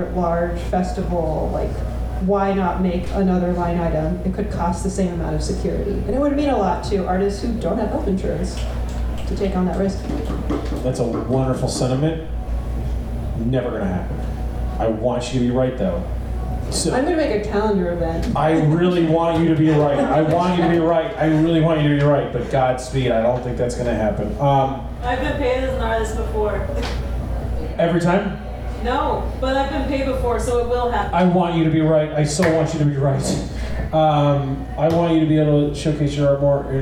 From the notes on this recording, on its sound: Live at The Wonderland Ballroom. Washington, D.C.